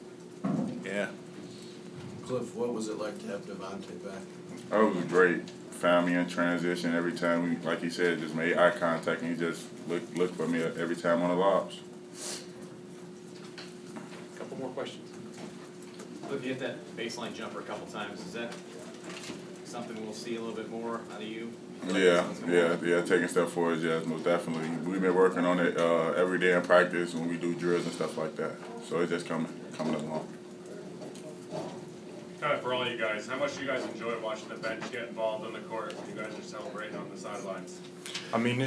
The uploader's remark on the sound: Press Conferences & Post-Game Interviews